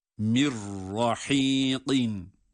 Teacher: Ra şeddeli gibi okunur.